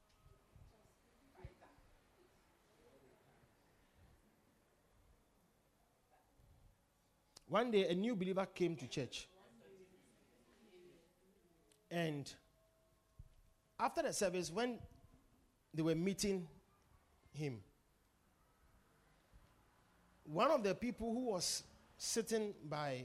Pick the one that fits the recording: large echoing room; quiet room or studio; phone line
large echoing room